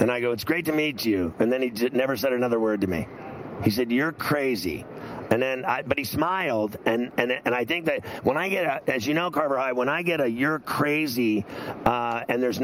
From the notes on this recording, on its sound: live from Radio Row in Las Vegas